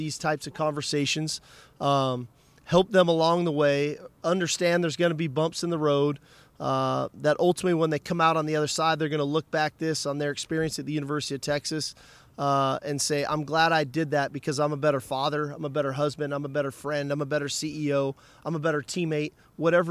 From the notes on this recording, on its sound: speaks at Sugar Bowl Media Day